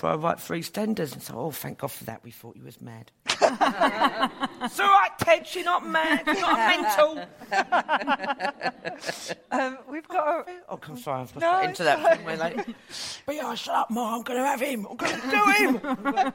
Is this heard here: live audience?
yes